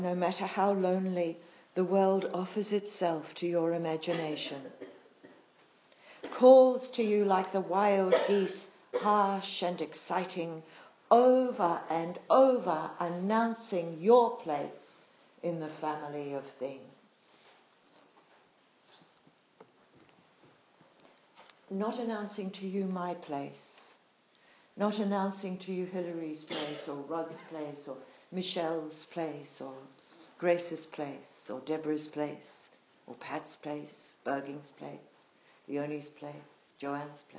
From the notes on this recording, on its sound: Live recording of retreat talk. At Mana Retreat Centre, NZ.